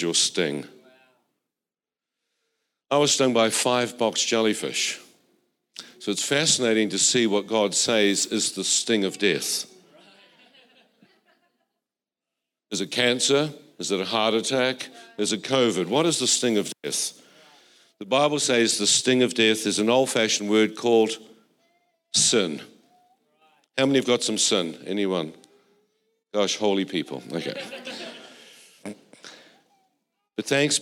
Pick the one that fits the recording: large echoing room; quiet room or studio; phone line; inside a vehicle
large echoing room